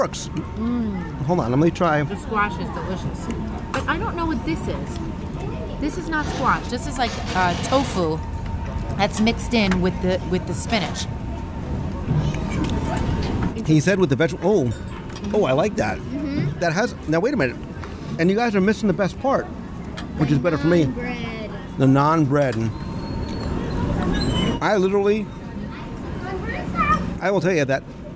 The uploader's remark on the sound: Live Review of the Landscape of Flavors at Disney’s Art of Animation Resort. Join me for a live restaurant review of the Landscape of Flavors at Disney’s Art of Animation Resort.